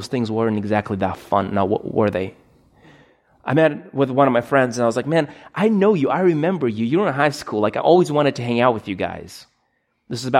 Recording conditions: large echoing room